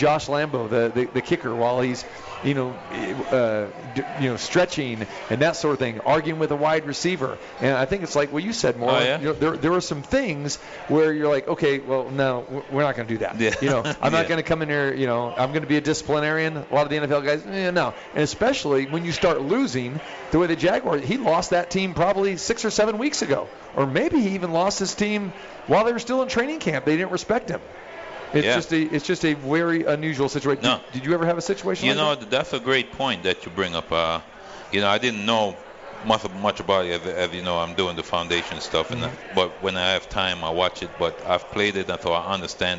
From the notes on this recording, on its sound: Live from The Cosmopolitan of Las Vegas